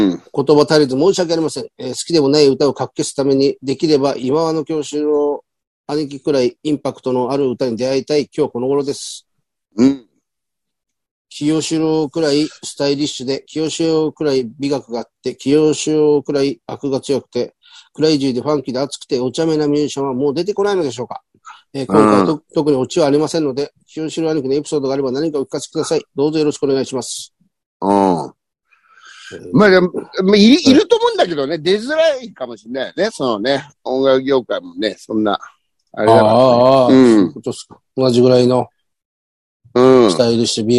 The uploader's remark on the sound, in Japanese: ZOOMで収録。